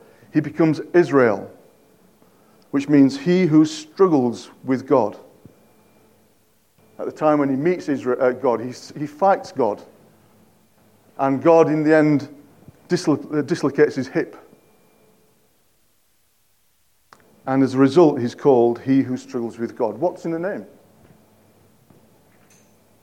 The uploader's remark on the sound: At King's Church, Cockermouth, as an audio file.